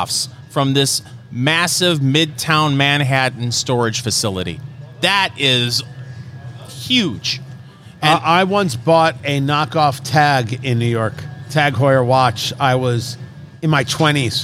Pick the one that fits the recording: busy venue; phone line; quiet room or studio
busy venue